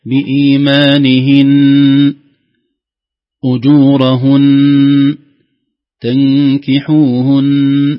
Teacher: لكن الغنة عندك عند الوقف أحيانا تأتي نصف غنة وأحيانا ما في غنة. الوقف بغنة كاملة بمعنى غنة مشبعة مقدار حركتين